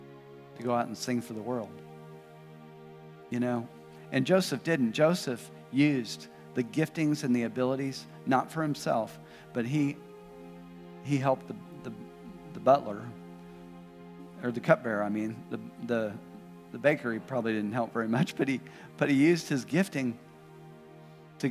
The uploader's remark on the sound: This message was preached at Vision Church located at The Apollo on Emma in Springdale, AR.